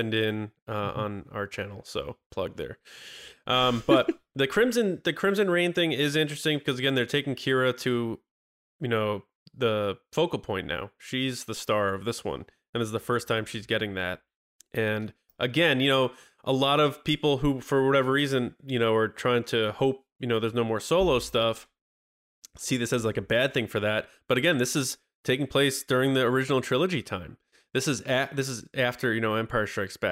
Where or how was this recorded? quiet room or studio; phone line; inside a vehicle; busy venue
quiet room or studio